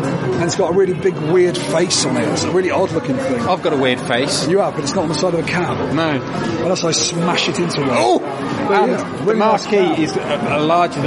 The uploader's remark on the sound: Please excuse this show's recording (live from Eurocade). Was quite ill with coldy sore throaty problems.